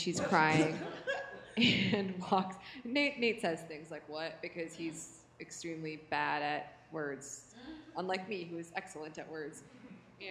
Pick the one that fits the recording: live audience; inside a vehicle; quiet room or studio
live audience